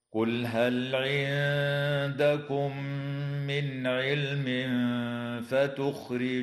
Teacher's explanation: وتظهر النون الساكنة عند العين في قوله تعالى من علم · واللام في كلمة علم تسمى لام الاسم، وحكمها الإظهار مطلقا. وتخفى النون الساكنة عند الدال مع الغنة مرققة في كلمة عندكم